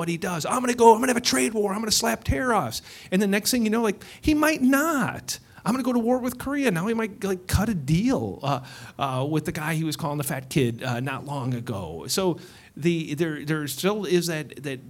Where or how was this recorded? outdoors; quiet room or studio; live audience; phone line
live audience